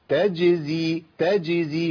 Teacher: لا خد بالك لازم تقول ايه تجزي لا تجزي تجزي، لازم تقلق الجيم يا شيخ لان الجيم ساكنه وتخلصها من ازاي، لان ازاي الانتقال من وسط اللسان الى وسط اللسان مع سقف الحنك الى طرف اللسان مع صفح الثنايا، ده لابد تجزي تجزي، ما اقولش تجزي، والاسهل ان انا اعمل كده.